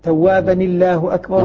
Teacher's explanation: نحرك نون التنوين بالكسر